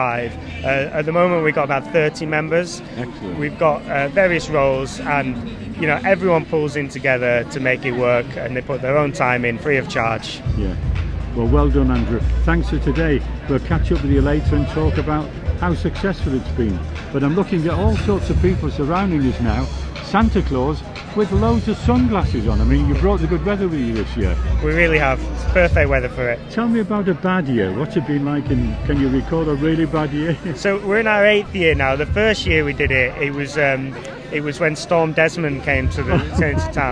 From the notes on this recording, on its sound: 2023 Santa Dash Report. Some of the audio quality is muffled by the terrific atmosphere at the event.